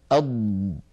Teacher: أض، فهذا الامتداد للصوت هو رخاوة. فالضاد مجهورة يعني لا يجري معها نفس لكنها رخوة يعني يجري معها الصوت